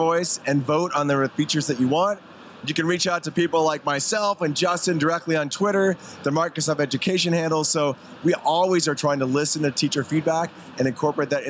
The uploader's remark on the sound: LIVE from ISTE. This year at Microsoft Education booth.